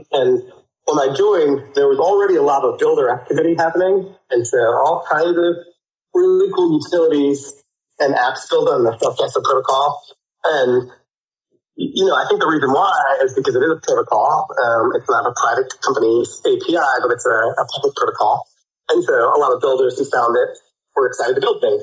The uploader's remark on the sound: Recorded live on Shardeum Discord on 13th February, 3 PM UTC.